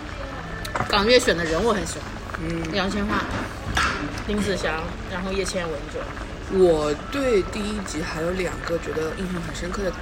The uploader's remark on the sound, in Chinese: 本期节目在火锅店录制，手机就放在了火锅旁边，可能会听得一耳朵油，先说抱歉。鼎王无老锅。